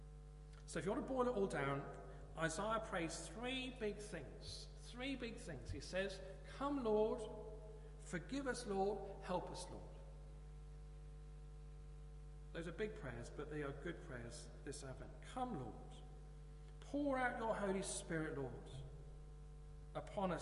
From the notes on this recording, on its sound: Christ Church, Bayston Hill (UK)